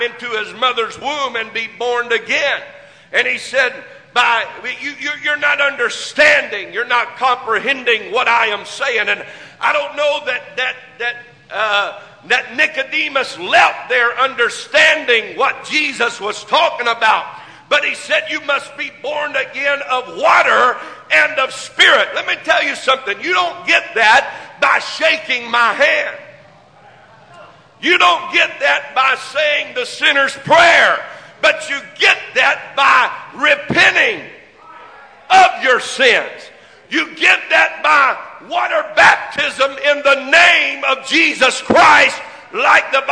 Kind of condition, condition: setting, large echoing room